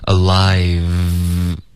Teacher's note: 这个 v 的音呢下唇要碰上齿，导致一个摩擦音